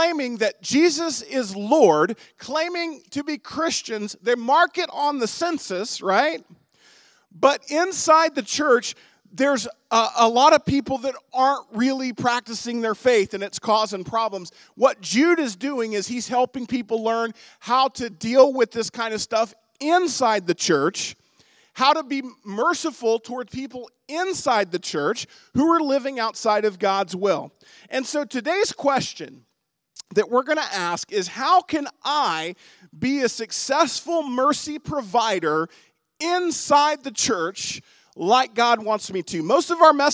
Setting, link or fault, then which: setting, large echoing room